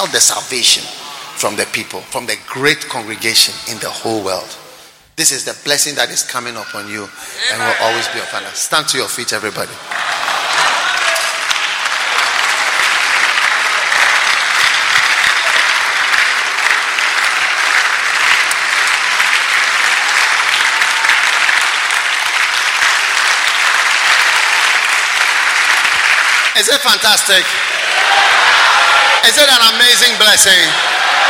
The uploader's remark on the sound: Preached at the King of Kings Cathedral, Achimota.